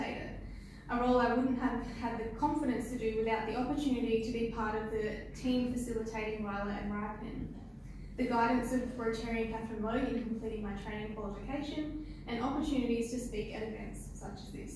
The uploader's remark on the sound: at the 2019 Rotary District 9500 Conference.